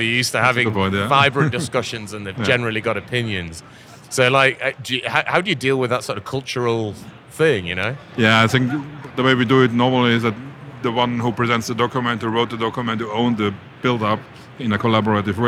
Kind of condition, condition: setting, busy venue